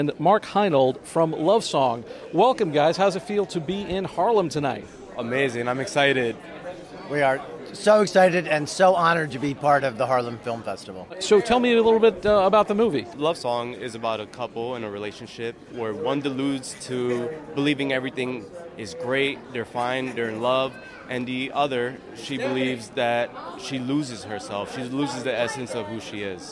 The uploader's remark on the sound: We take you to the red carpet of the Harlem International Film Festival 2023. On this episode we take you to the red carpet of the Harlem International Film Festival 2023.